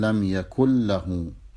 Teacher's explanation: تدغم النون باللام، لأن هذه النون ساكنة، لأن يكن مجزومة بدخول لم الجازم عليها، واللام هي أحد حروف يرملون، فهنا وقع بعد النون الساكنة حرف اللام فقالوا يجب الإدغام.